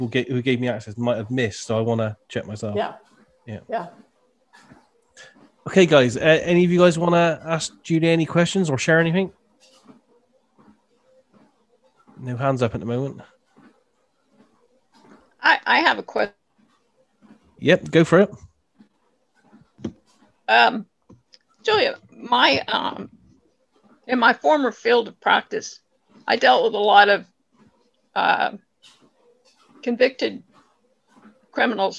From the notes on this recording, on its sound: This was a Zoom remote viewing community discussion.